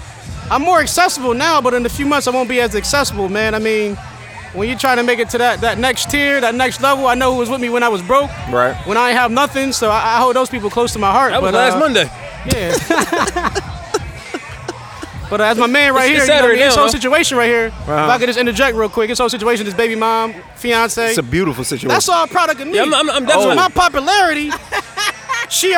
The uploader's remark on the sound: LIVE at the Thompson Family BBQ. The LIVE AM I WRONG segment.